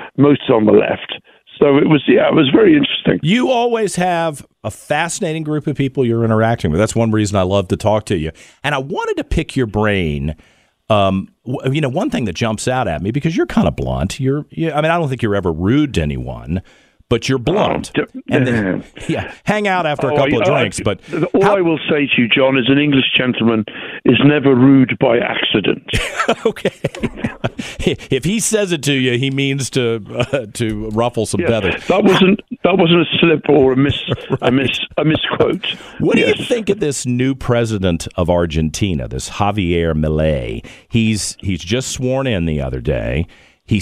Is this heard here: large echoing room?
no